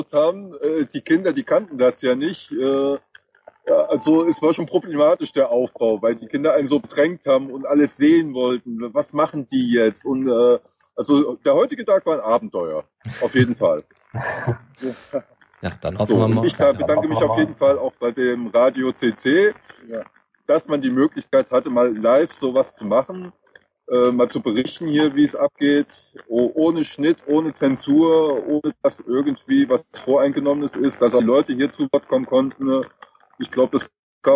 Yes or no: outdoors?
yes